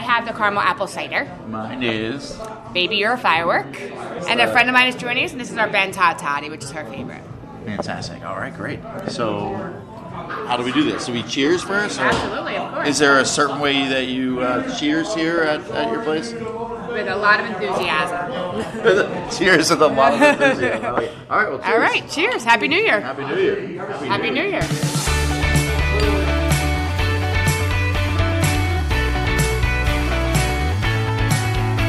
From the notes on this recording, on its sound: The KYW Beer and Booze Broz go to Spring Mountain for the Holiday Hops Craft Beer Festival to meet a few brewers and recruit some new bros!